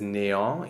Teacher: Each vowel retains its own nature. The A-N forms a nasal vowel, en, and the E accent aigu is just a closed A. It's a good illustration of the fact that when you have two vowels and one of them has either an accent aigu, an accent grave, or an umlaut, they remain separate.